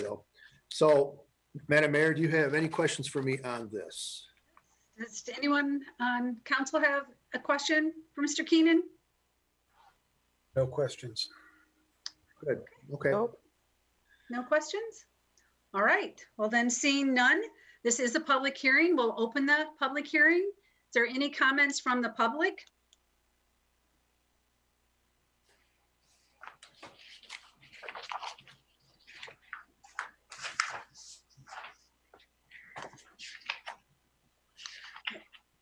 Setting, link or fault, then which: link, video call